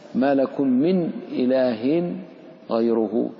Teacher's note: فالنون الساكنة والتنوين نفس الشيء من طرف اللسان والحروف الحلقة بعيدة جدا فيجب الإظهار ويمتنع الإدغام.